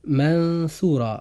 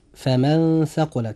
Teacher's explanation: نطقنا لحرف النون جاء فيه إخفاء حقيقي منطوقا بشكل متوسط بين الإظهار والإدغام